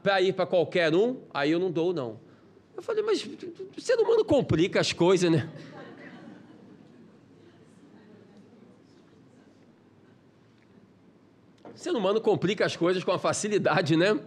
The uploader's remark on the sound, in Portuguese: Palestra ao Vivo